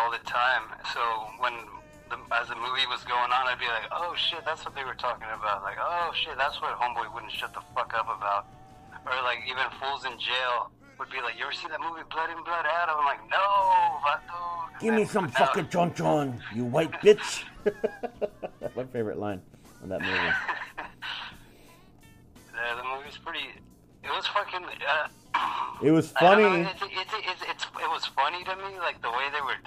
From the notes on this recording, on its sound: Now his bitch ass is in quarantine, so we did this episode by phone...